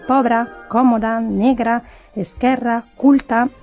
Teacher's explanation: la A i la E en posició àtona tenen el mateix so, el de la vocal neutra